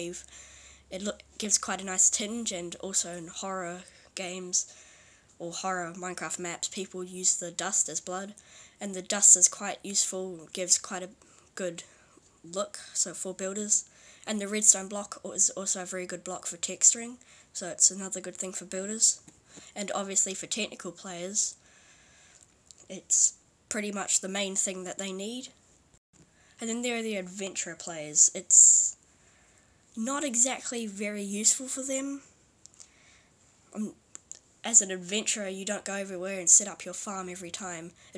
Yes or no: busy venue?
no